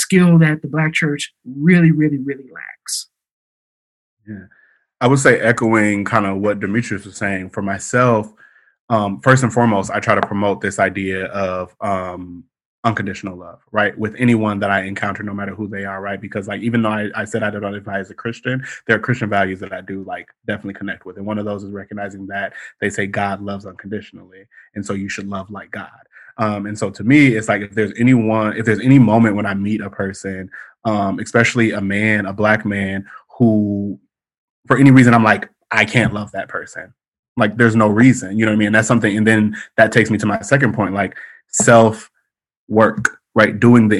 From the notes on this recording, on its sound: In this episode I host a Zoom session. With 6 important Black men in my life.